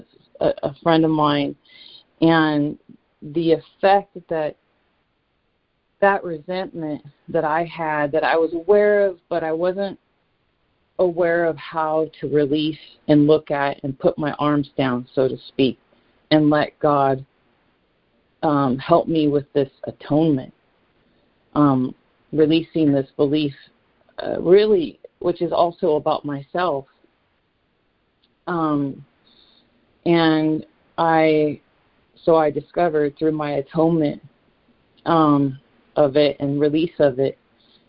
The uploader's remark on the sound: ACIM Daily Conference Call